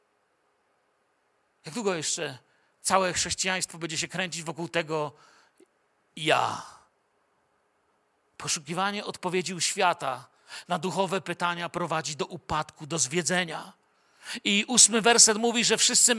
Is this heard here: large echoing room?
yes